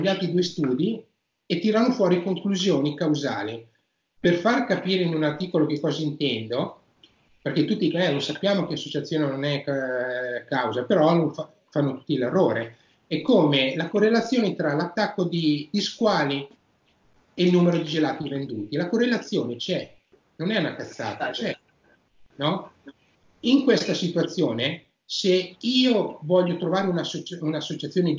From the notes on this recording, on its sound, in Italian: Qualche leggero errore di registrazione durante la Skype call. Per questo motivo abbiamo eliminato le parti che non si sentivano in modo perfetto dalla traccia audio e video del podcast.